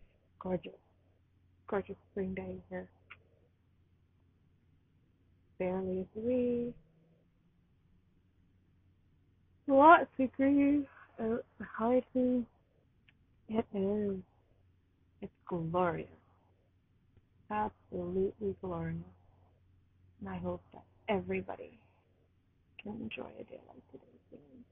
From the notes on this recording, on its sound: Not the greatest quality